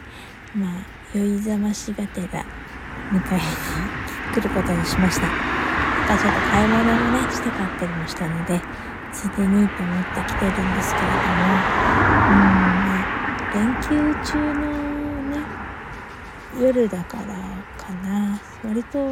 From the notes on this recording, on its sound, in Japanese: 152 閉店後のドラッグストア前にて。車の音などの雑音多めで聴きづらくてすみません。夜中に呟いてみました。Stand.fm。